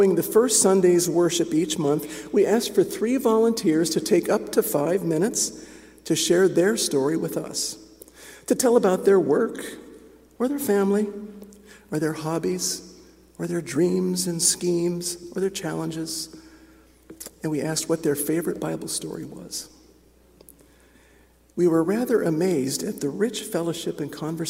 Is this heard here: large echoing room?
yes